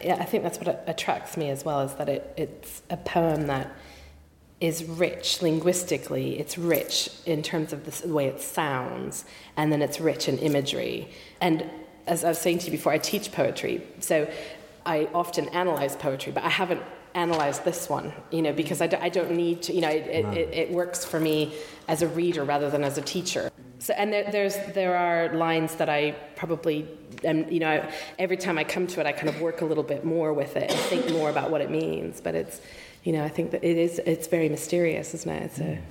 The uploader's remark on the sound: The Poetry Exchange at St Chad's College Chapel as part of Durham Book Festival. The Poetry Exchange at St Chad's College Chapel as part of Durham Book Festival in October 2015.